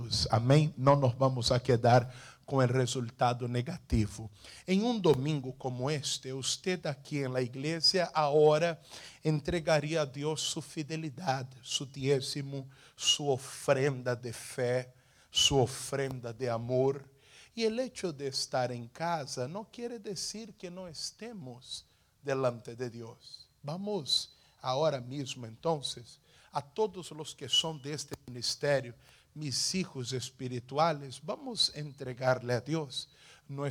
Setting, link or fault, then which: setting, large echoing room